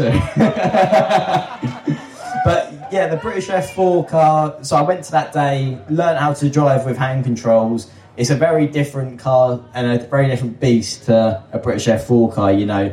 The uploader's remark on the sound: LIVE from Silverstone! Recorded Live at the Hamilton Fields Campsite at the British Grand Prix. This was a live recording in front of an audience.